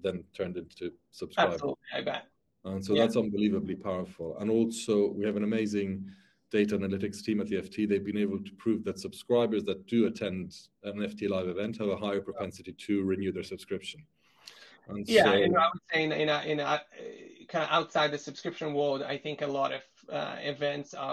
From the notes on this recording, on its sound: This episode — which aired recently as a webinar — provides a deep dive into the strategic world of event management.